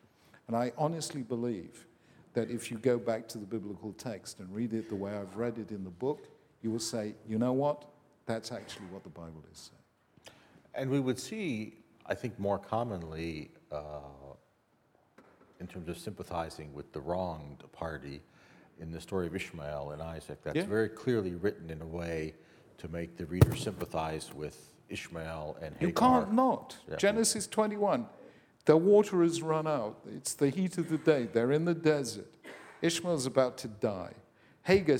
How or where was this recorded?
live audience